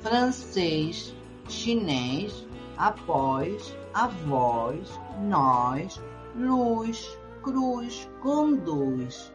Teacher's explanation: En las sílabas tónicas finales, S, OS y OS se da un fenómeno que se llama diptongación, que es cuando le ponen una I.